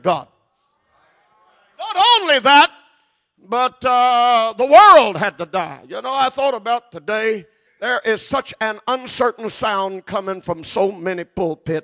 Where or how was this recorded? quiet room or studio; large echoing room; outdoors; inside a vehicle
large echoing room